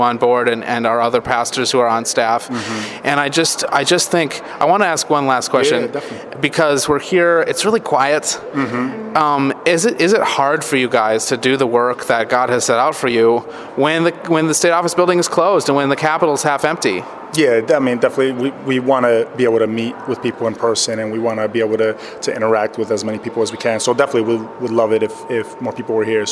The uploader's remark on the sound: broadcast live from the Minnesota State Capitol!